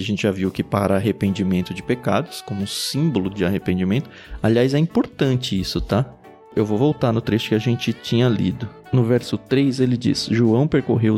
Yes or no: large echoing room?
no